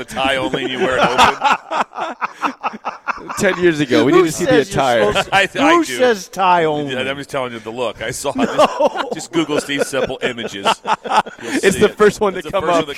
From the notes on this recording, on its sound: We are LIVE on remote at the UNL East Campus Readiness Center for a Veterans Day special broadcast with the Nebraska Army National Guard